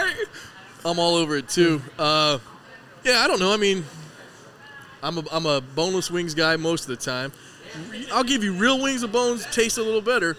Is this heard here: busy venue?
yes